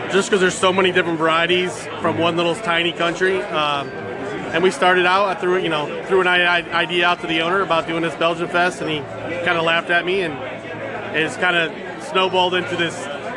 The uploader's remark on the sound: Still at the festival. Pizza Party at Belgian Beer Festival in Baltimore.